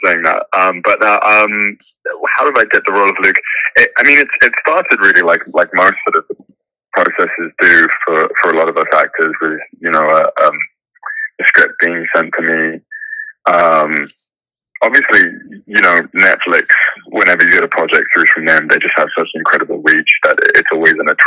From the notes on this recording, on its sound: This interview was done over the phone